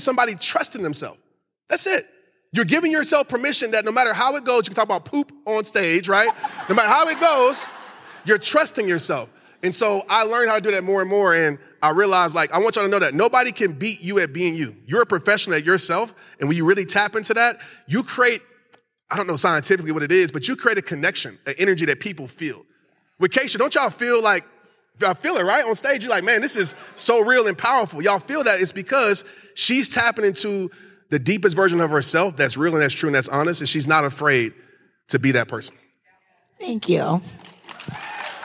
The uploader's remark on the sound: recorded at the empowerHER LIVE event